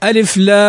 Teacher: أدغمنا ميم اللام في الميم التي بعدها، فقلنا في القراءة ألف لام، هذا الآن شدة، فلام حرف لازم، فلام مد لازم حرفي مثقل لأنه شدد وأدغم فيما بعده.